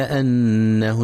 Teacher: ينتبه القارئ لغنة النون المشددة في كلمة أنه، فهي أكمل ما تكون. كذلك ينتبه لفتح الهمزة وعدم كسرها، فلا يقرأ إنه